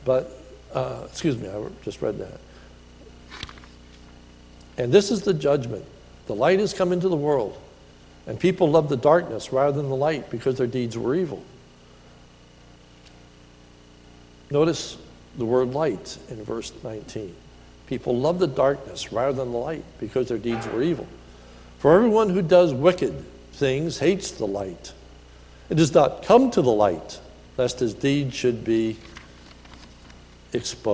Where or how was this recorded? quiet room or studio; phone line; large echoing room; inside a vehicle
large echoing room